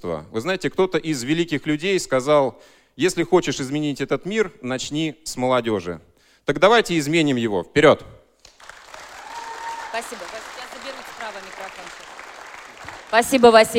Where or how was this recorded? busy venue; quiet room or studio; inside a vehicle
busy venue